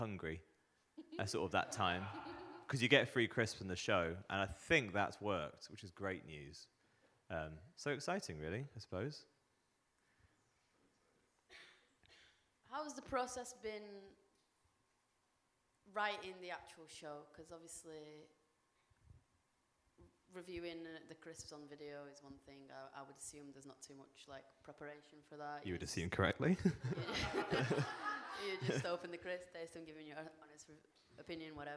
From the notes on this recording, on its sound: The Re-Draft Podcast comes at you LIVE from The King's Arms! What a beautiful venue we find ourselves in for our inaugural live episode.